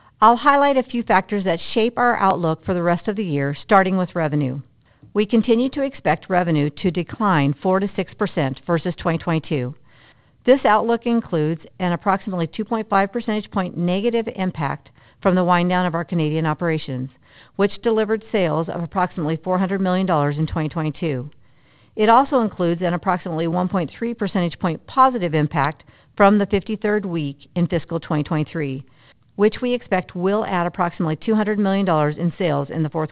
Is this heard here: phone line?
yes